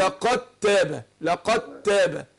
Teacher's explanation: انا بنطق بعد القاف في التاء على طول مشدده، اقول لقد تاب لقد تاب، ده اسمه ادغام متجانسين صغير لان الاول ساكن والتاني متحرك، اقول لقد تاب لقد تاب.